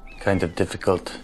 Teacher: Is going to have a f sound at the end. A word like kind. Kind of difficult. Is going to have more like a t sound at the end.